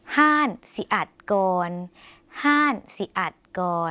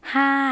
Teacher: คำว่าร้านในภาษาไทยภาษาลาวออกเสียงเป็นห้านนะคะ